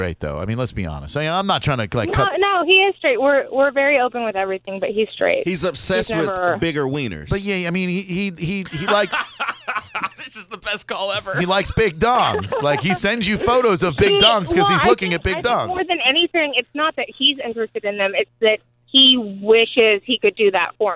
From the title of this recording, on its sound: We had a Dream Expert on the phone